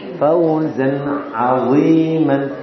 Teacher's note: Itu bawa suara dari makhrajnya nun. Bawa suara dari nun dibenturkan ke makhrajnya ain. Jadi ada suara nah.